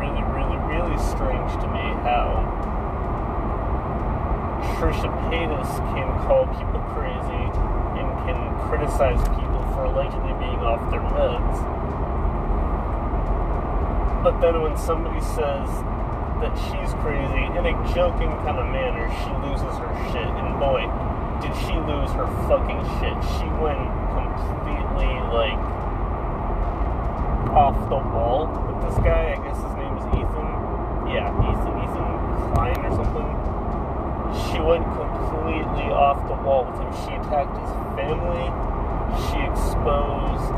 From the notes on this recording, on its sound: I realized how bad the audio quality is with the car engine in the background.